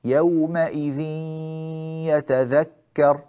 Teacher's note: لاحظوا أن الغنة تدخل في الياء فقط